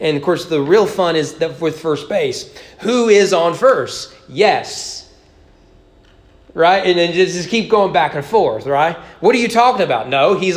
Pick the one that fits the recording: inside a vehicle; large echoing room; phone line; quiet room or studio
large echoing room